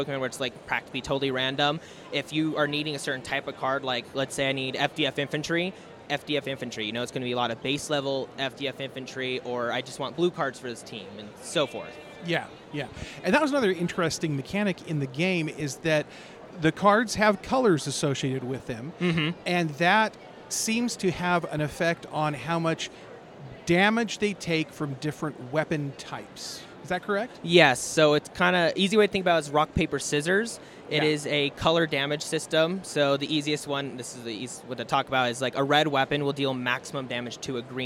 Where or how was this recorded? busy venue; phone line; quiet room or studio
busy venue